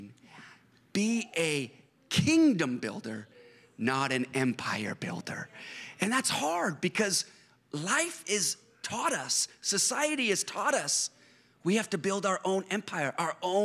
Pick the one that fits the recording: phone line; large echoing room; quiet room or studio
large echoing room